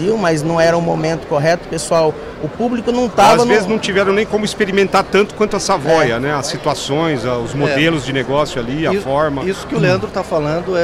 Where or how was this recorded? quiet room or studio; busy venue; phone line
busy venue